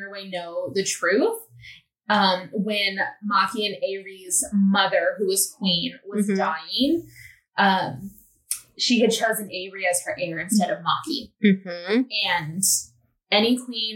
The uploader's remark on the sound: Please forgive echoey audio. Started using a new editing software and is still learning how to use it!